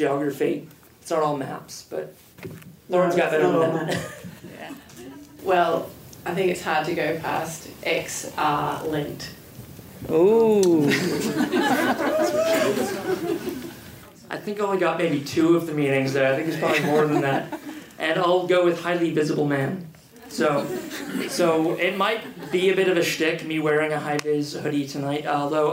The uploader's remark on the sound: From the Environmental Film Festival of Australia | A post-screening panel from The Hottest August.